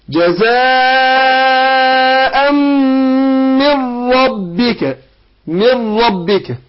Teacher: بنطق بعد الميم راء مش النون لأن النون أضغمت في الراء